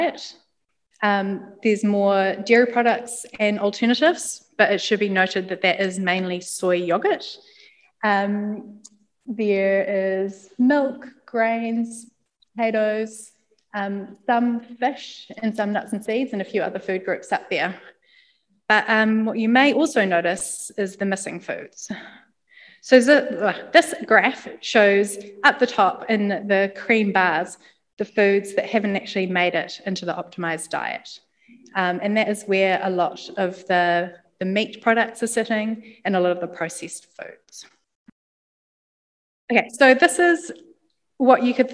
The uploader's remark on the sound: Lecture at the recent Evidence Based Eating NZ event. Hosted in Wellington, and online.